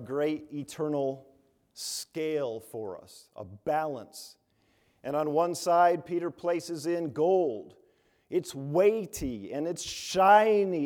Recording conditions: large echoing room